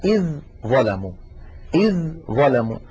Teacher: الذال من طرف اللسان مع أطراف الثنايا العليا، إذ ظلموا، والظاء من المخرج نفسه والذال ساكنة، إذن التقى حرفان متجانسان والأول ساكن، فالعرب تدغم الحرف الأول في الثاني بمعنى تقلبه إلى جنس الثاني. · Term: إدغام